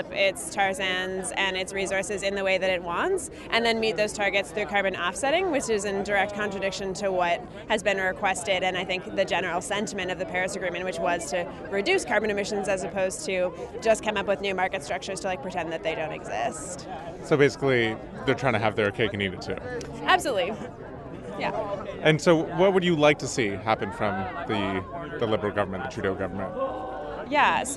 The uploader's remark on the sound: on the last day of the conference, we caught up with a few youth groups from around the world